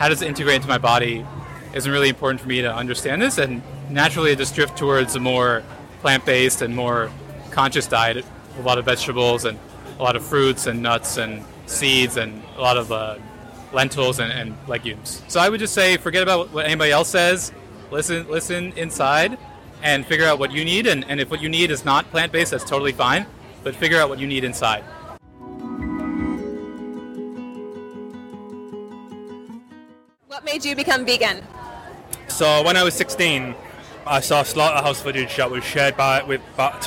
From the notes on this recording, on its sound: LIVE recording at the Triangle Veg Fest 2022.